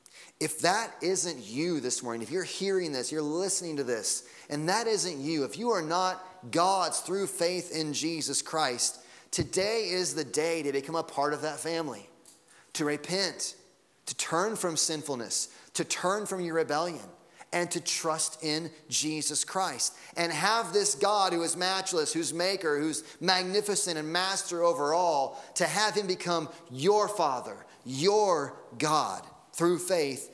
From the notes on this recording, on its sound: Sunday Morning Sermon Audio